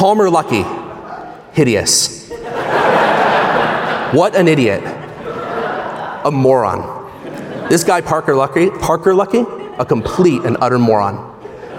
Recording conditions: live audience